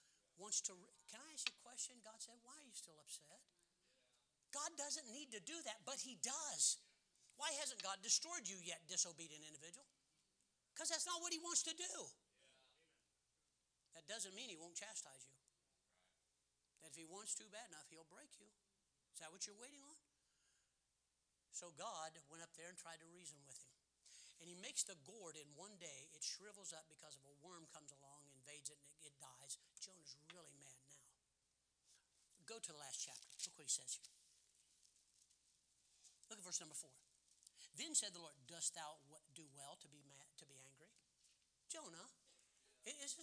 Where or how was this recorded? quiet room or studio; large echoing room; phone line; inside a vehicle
large echoing room